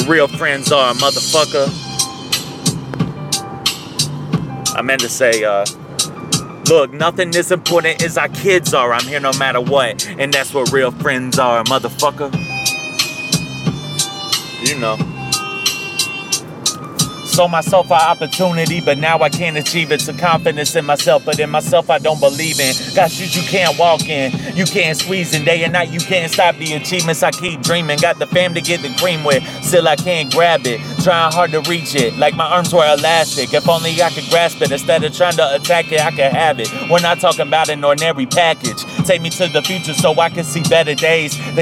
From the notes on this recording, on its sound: Best friend in the car freestyle. Fuckin around in my car on I 16.